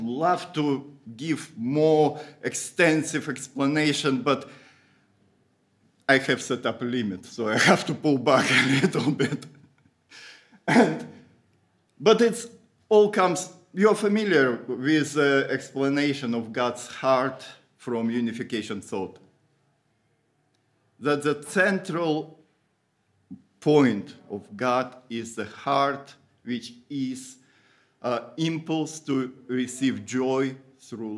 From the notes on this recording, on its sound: Audio from a sermon in Hatch End